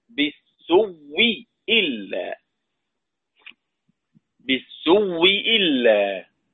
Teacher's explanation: هذه الهمزة المبدلة واوا مكسورة، بالإدغام في الواو المد قبلها فتصير واو مشددة، بالسوي إلا، بالسوي إلا.